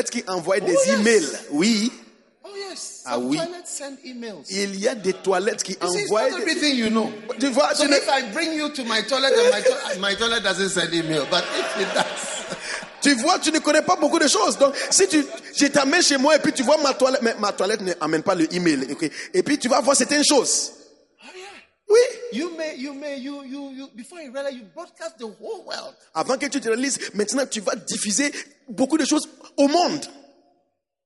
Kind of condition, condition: setting, live audience